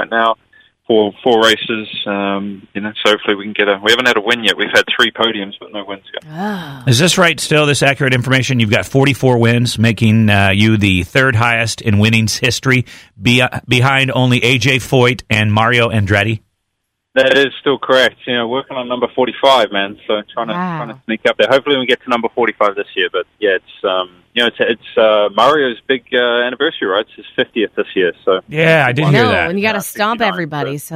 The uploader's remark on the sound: Call Into The Show